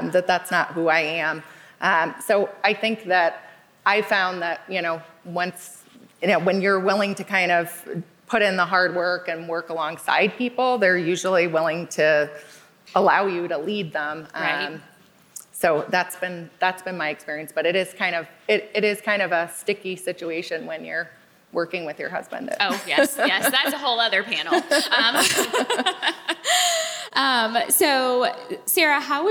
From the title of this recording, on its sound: LIVE from the Game Changers Summit 3